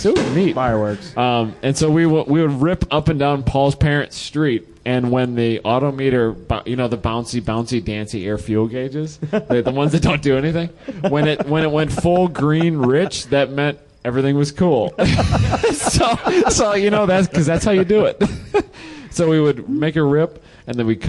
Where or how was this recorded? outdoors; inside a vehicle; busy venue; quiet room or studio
busy venue